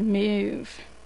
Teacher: the word move, which I always remember having just one syllable, suddenly becomes a two-syllable word